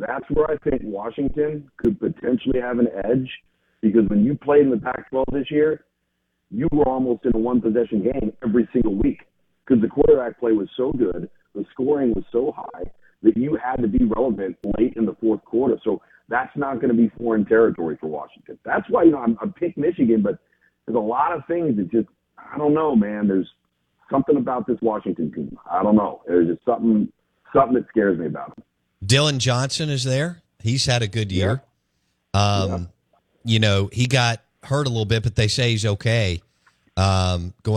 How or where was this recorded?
phone line